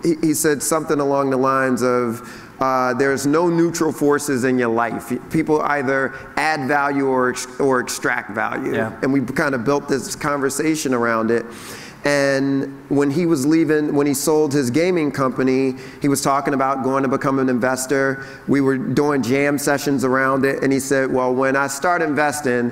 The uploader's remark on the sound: In front of a live audience at Upfront Summit 2016.